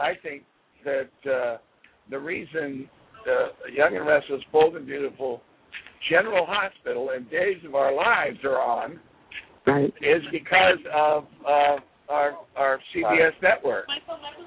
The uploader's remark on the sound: There will also be a special guest on the phone. We will be taking phone calls also.